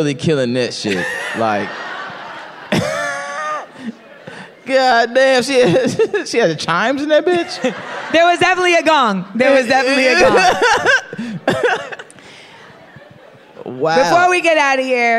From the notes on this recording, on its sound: LIVE from Clusterfest! Coming at you from Clusterfest for the first ever live episode of Small Doses.